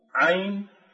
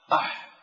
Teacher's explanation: ثم في وسط الحلق العين، العين أيضا تسبق الحاء، عين أح، تجد أن العين أعمق يعني أقرب إلى القصبة الهوائية، والحاء أقرب إلى الفم، وهما كلاهما يصدران من وسط الحلق، إلى أنه كما ذكرنا العين مجهورة والحاء مهموسة.